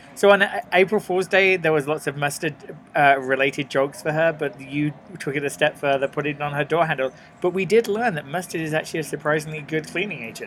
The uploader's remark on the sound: Live from the SLC Airport. The Mcd's in the airport. Livefromtheairport #slcinternational. Livefromthedeparturelounge.